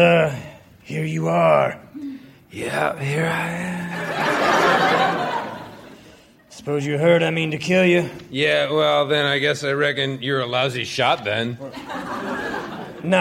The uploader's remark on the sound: Recorded Live 12/3/2011 at Largo, Los Angeles.